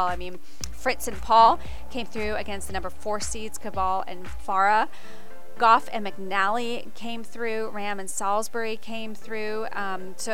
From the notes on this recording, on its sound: live analysis and insights from the Indian Wells Tennis Garden